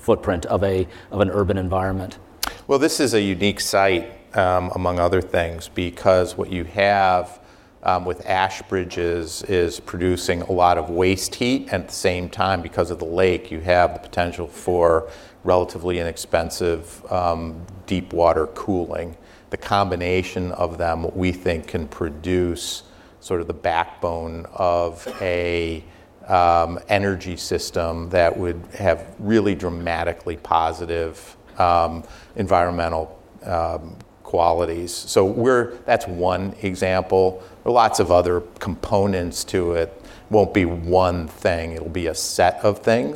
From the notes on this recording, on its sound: live RBCDisruptors event